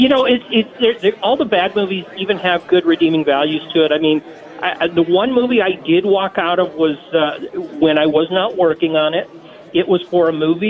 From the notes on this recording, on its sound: Live from the Knights of Columbus at St. Joseph's Pezold Banquet Center in Cottleville.